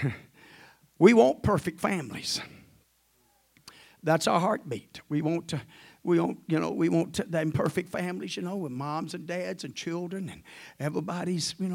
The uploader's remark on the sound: at the First Jesus Name Church of Benndale on the Wednesday night of 8 - 9-2023